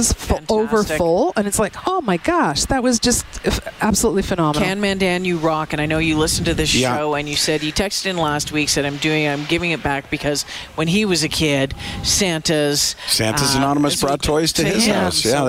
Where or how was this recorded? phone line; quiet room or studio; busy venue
busy venue